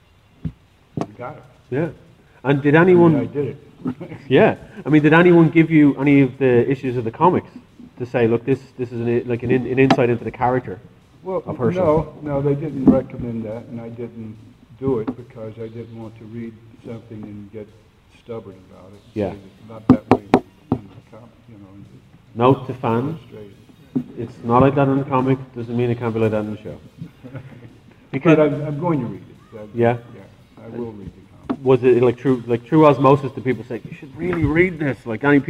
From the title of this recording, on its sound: Panel From Comic Con